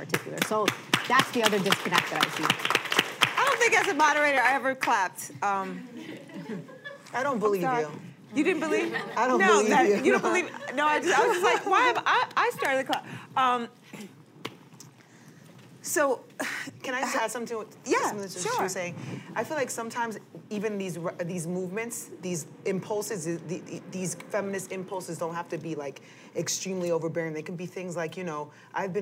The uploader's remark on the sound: A panel of writers and activists. The conversation was recorded on September 22, 2016 in front of a live audience at New York's 92nd Street Y.